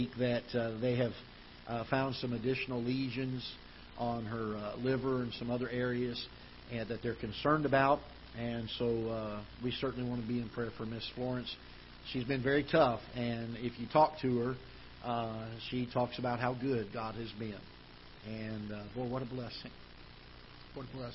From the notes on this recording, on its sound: Ketha Heights Baptist Church ~ Live Broadcast.